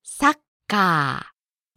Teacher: Japanese doesn't put R's at the end of the word, so it turns into a long ah sound.